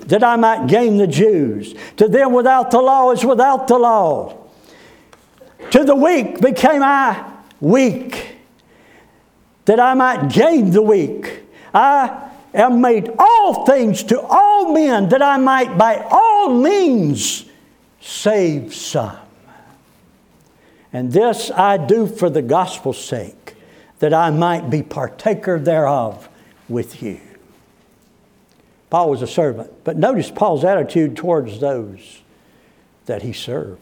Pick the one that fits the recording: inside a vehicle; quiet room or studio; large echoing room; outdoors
large echoing room